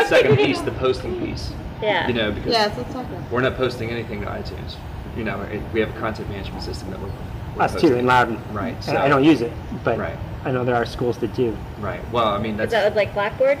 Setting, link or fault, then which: setting, busy venue